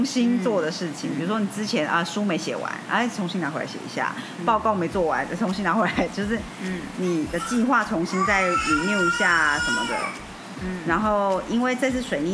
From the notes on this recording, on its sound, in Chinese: 拍謝下大雨收音比較有噪音…請大家包容一下了～～。